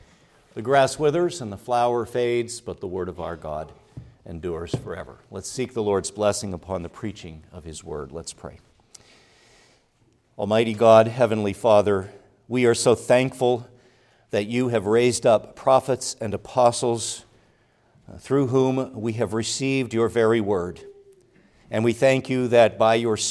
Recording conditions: large echoing room